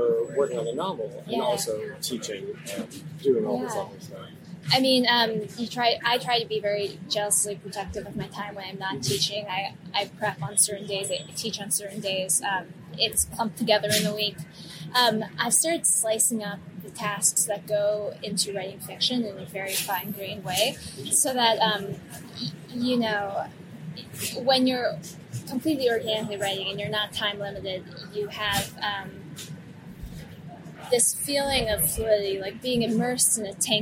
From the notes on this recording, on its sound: sat down outside of a busy coffeeshop near Central Park